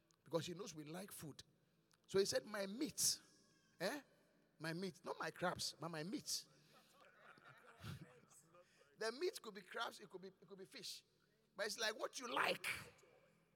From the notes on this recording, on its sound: Preached at The Qodesh